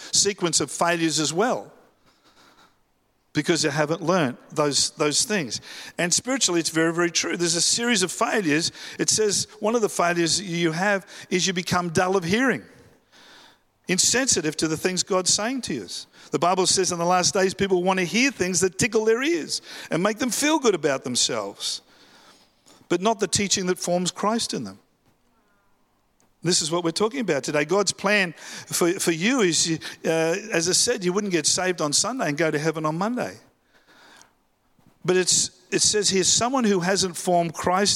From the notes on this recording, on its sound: live at Freshwater Church on Sunday the 4th of February, 2024